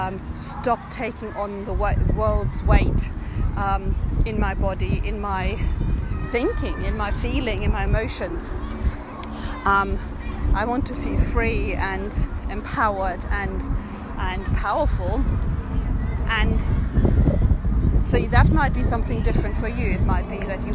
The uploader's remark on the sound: Which I recorded on the beautiful grounds of Dinton Pastures while spending a sunny day with my kids during half term. Which I recorded on the beautiful grounds of Dinton Pastures while spending a sunny day with my kids during half term.